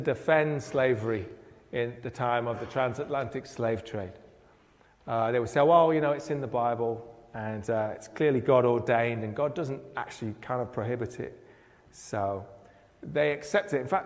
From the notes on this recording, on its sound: preached at Pembury Baptist Church on 1st October 2023.